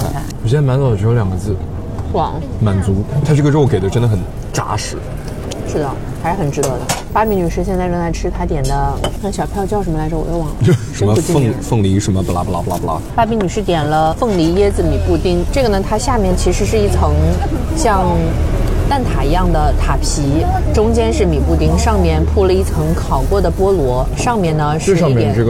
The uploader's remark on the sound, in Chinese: 上海漫游记。本期节目用到了边走边聊+录音间复盘的模式。